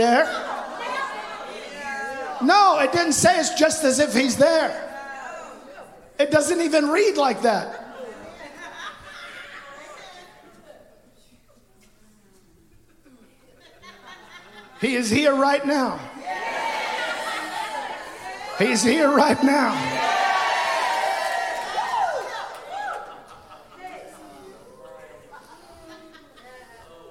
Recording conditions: live audience